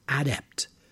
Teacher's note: but for the noun, the stress is on the first syllable